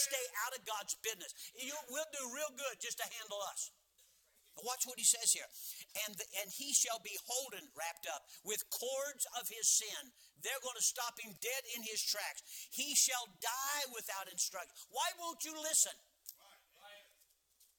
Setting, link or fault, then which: setting, large echoing room